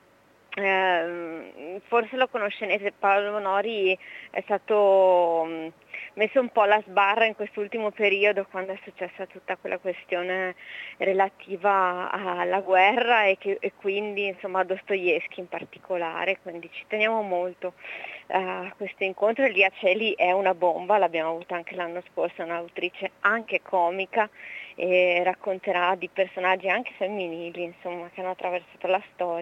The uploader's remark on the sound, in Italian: In questa puntata sono intervenuti in diretta telefonica